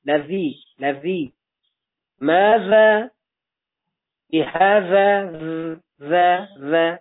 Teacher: جهر داره، یعنی زنگ داره، موقع تلفظش صوت به اصطلاح مرتعش میشه، تارهای صوتی مرتعش میشه، این زنگش ضعیف بود.